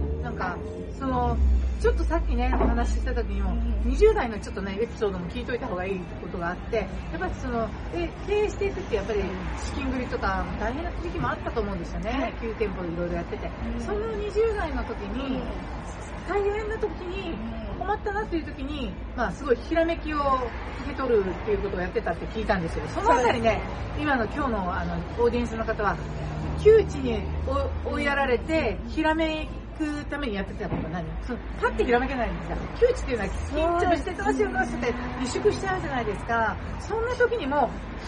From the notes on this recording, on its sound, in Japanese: 室外での収録のため、聞きずらいところがございます。